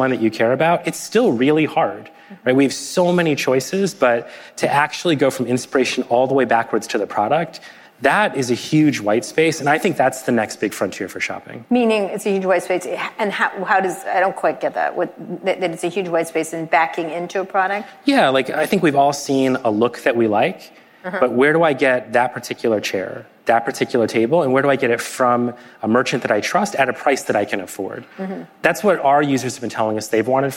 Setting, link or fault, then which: setting, live audience